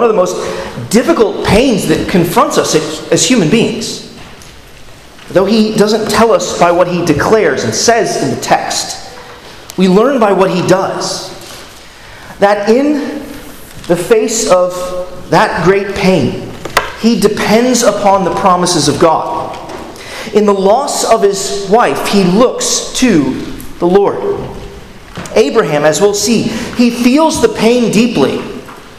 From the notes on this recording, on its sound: at Arlington Baptist Church in Arlington, Virginia